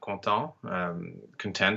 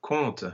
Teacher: the ENT is pronounced schwa, and that's how you know that you're dealing with the verb and not the adjective · Shown in: second take